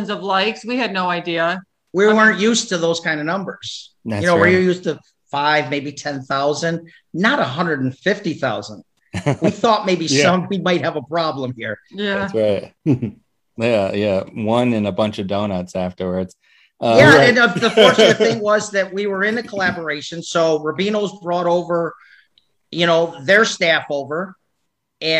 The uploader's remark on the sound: Recorded Live on Zoom